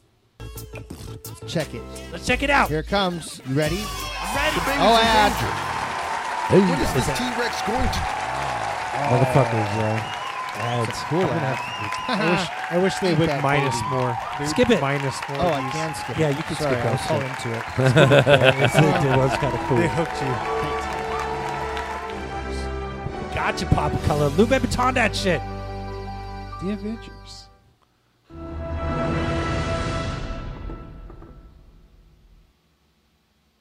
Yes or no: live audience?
yes